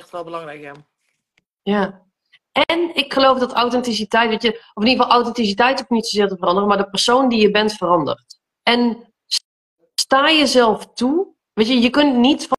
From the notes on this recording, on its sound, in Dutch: Deze aflevering komt uit een Instgram live